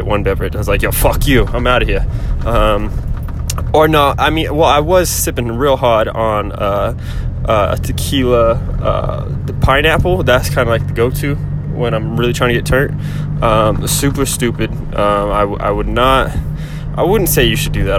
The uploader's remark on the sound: I record myself while driving home